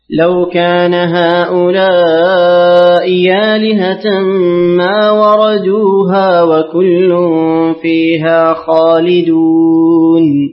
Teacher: قالون بإبدال الهمزة الثانية يا وافقه ابن كثير وأبو عمرو